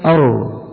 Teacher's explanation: يعني لا تكرر الراء، لأن صفة التكرير هي صفة معيبة للراء